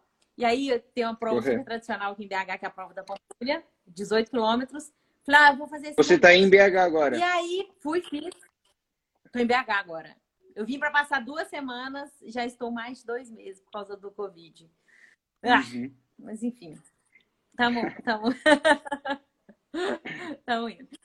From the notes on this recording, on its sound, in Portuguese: Durante a quarentena.